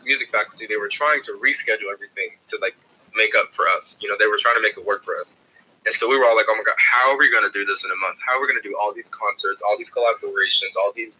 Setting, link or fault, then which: fault, poor sound quality